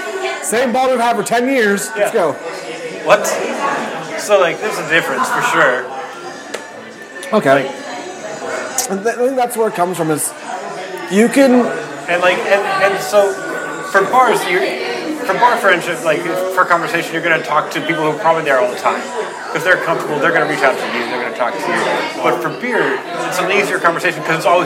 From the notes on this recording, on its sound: record live in Claimstake Brewery